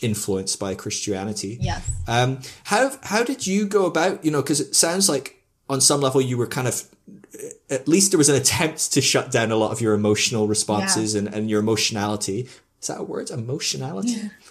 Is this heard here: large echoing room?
no